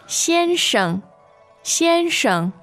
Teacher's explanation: the tones there on 先生 are First and neutral